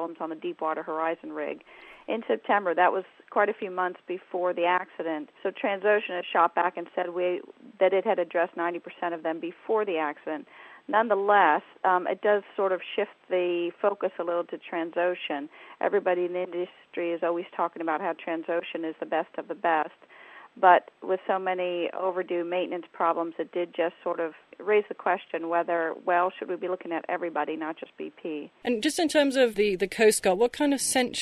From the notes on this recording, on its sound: down the line from Houston